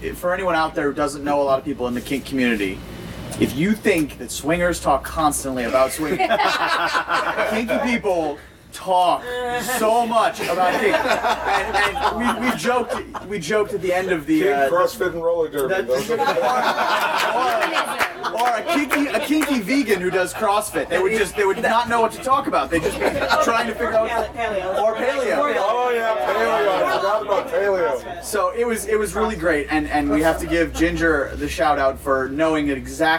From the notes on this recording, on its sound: Live From Desire. As well as a couple dozen other sexy naked people, for an open-mic discussion group towards the end of our amazing week at Desire. Other than inserting a couple commercial breaks, this is completely unedited.